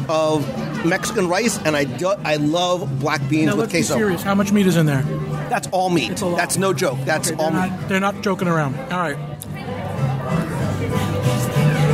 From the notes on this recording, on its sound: Live Review of Epcot’s La Cantina de San Angel in Mexico. Join me virtually around the table as we visit Mexico in Epcot’s World Showcase for a live dining review of La Cantina de San Angel.